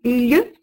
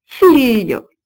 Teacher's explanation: Le L palatal, lieu, se fait entendre, par exemple, aujourd'hui, dans l'italien figlio, F-I-G-L-I-O, qui signifie fils, et ce lieu se prononce comme un L avec la langue largement étalée contre le palais